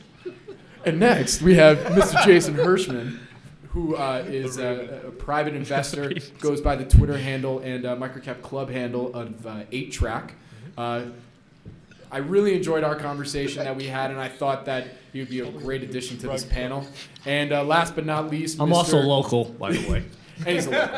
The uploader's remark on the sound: the first-ever live Planet MicroCap Podcast that I recently hosted at the Planet Microcap Showcase 2017 in Las Vegas